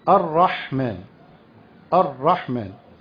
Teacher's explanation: حرف الراء عندنا حرف مشدد ومفخم، ما قلتش الرحمن، الرحمن كده في لسه جزء كامل من الراء لم يخرج، لأن التشديد هذا هو إيش؟